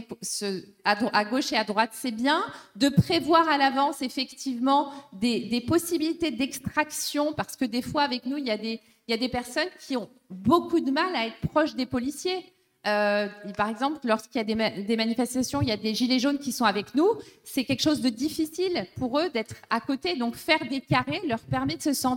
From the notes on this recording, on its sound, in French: AuPoste en public. Rencontres Radicales Alternatiba. Pendant plusieurs jours, Alternatiba Paris organise son raoût d’agit-prop (ex-camp climat).